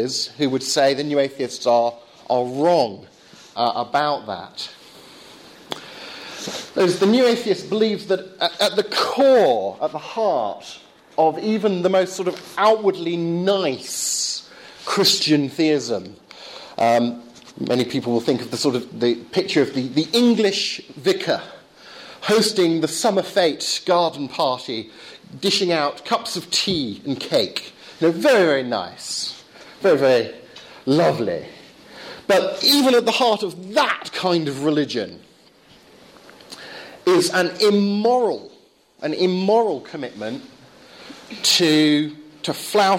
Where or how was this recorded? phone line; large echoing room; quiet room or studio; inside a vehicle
large echoing room